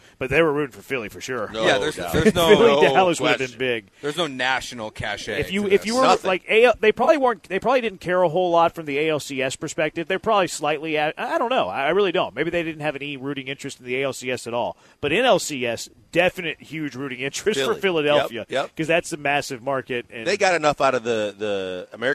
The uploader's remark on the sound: LIVE from The Tailgate!